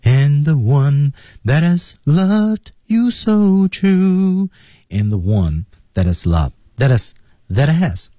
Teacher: 那么我们看到这个 that 这个失去爆破而且节奏加快啊